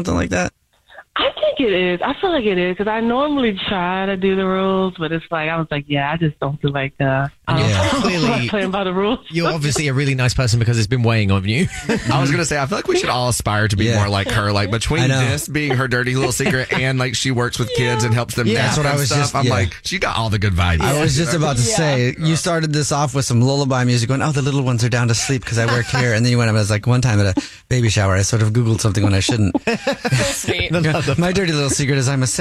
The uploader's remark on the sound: The woman on the phone is stepping out of work while on the phone to confess her Dirty Little Secret!